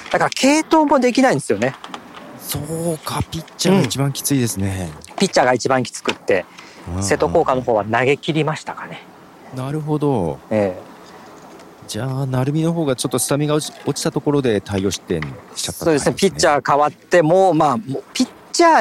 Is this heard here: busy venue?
yes